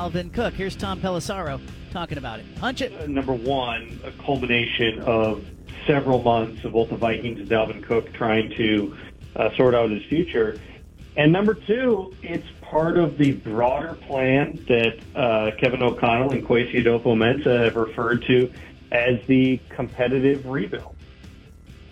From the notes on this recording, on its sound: listeners call in with their words of wisdom